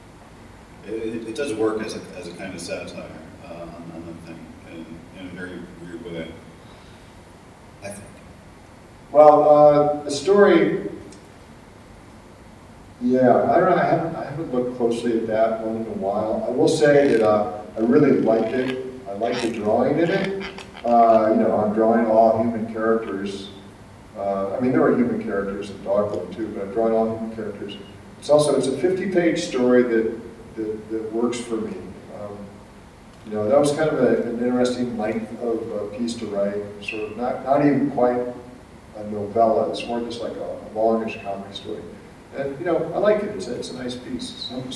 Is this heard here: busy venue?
yes